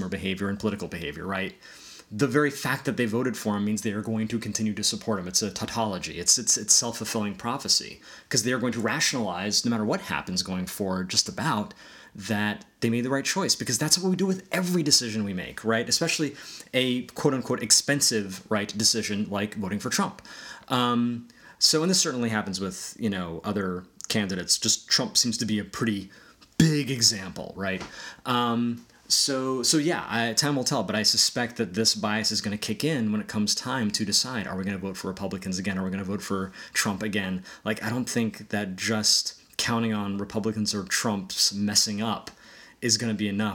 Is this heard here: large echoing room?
no